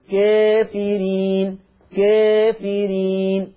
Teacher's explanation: هذا اللفظ الألف فيه مقللة قولا واحدا